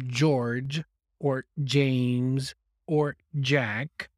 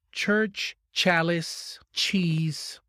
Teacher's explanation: Actually, they are articulated in the same part of the mouth, but one is voiced and the other is voiceless. When I say voiced, it means that I produce voice from my throat.